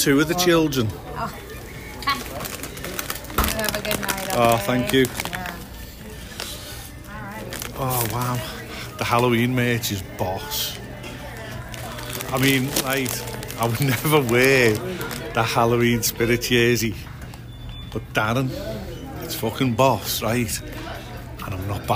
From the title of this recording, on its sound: Live on Location (At Disney)